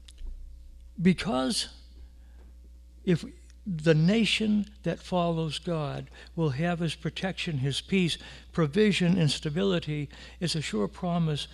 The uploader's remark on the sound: The audio from our service on July 5, 2020.